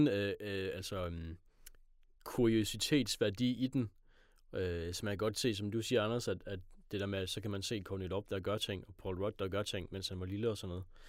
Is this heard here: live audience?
no